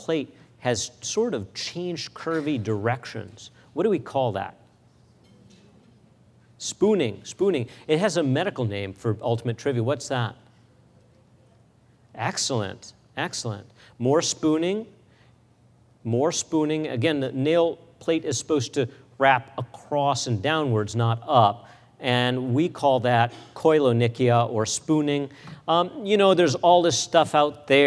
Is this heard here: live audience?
yes